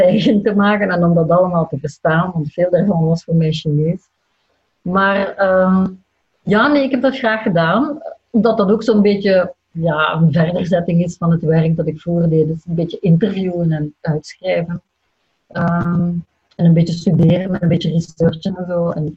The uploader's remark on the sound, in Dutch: Via de webcam. Deze aflevering is opgenomen in volle coronacrisis, dus op afstand. Zat thuis in Leuven, ik in Gent.